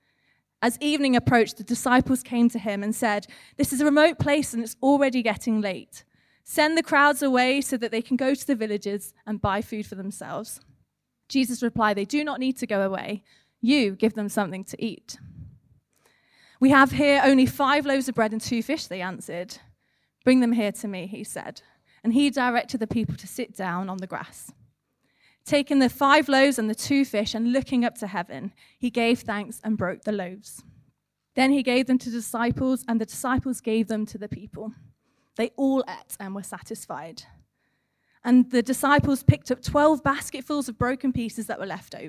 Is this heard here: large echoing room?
yes